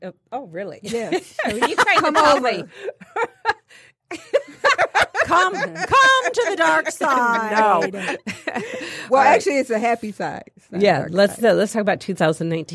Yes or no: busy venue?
no